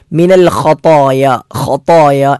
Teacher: ഖതായ എന്നിടത്ത് ഒന്ന് ഖ ആണ്, പുള്ളിയുള്ള ഖ, തൊണ്ടയുടെ മുകൾ ഭാഗത്തിൽ നിന്ന് പുറപ്പെടേണ്ട അക്ഷരം. രണ്ടാമത്തേത് ത എന്ന അക്ഷരമാണ്.